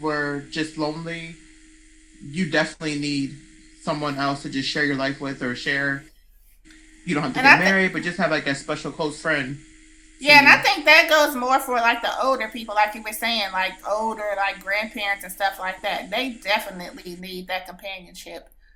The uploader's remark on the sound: Forgive the slight buzz, some small audio issues.